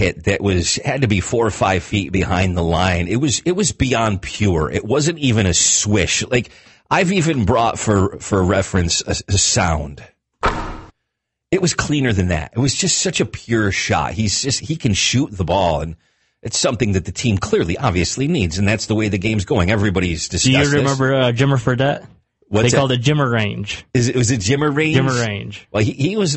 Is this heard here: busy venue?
no